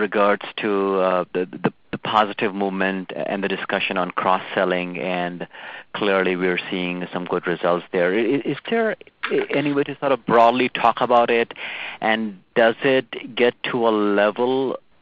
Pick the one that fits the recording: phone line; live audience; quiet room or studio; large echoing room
phone line